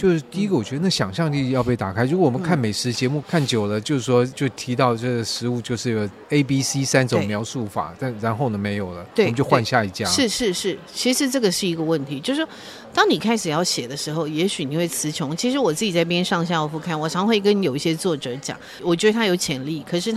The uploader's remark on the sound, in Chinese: 活動現場訪談。